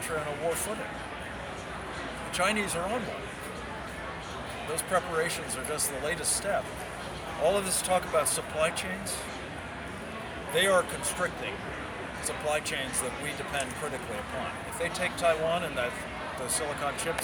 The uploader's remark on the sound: LIVE FROM CPAC TEXAS